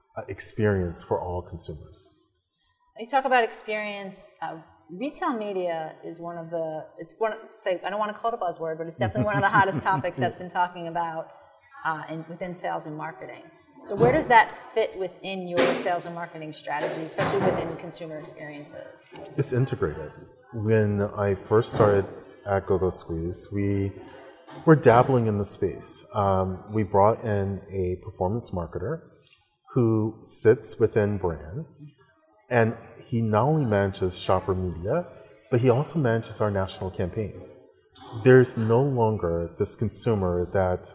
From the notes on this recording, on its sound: Recorded during CGT’s annual Consumer Goods Sales & Marketing Summit in New York